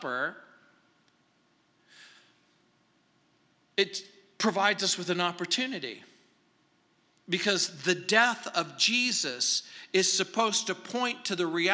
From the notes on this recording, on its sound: at Calvary South Denver in Littleton CO